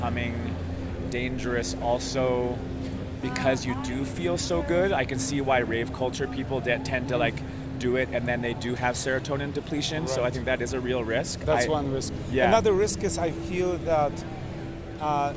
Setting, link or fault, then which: setting, busy venue